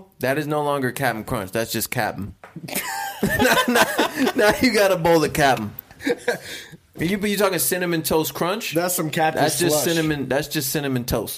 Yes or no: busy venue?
no